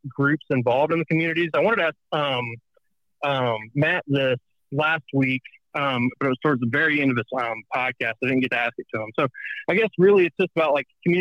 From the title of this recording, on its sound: Live Call